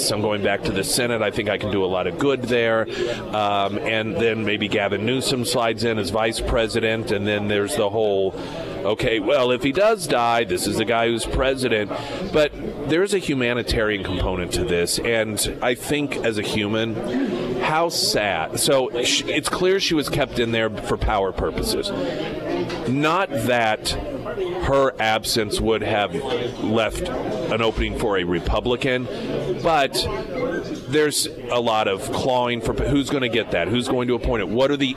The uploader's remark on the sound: live at Scramblers Diner for Heroes Breakfast